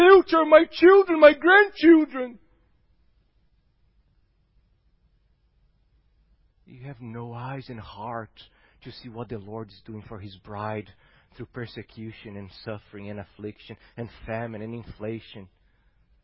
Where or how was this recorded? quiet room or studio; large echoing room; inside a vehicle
large echoing room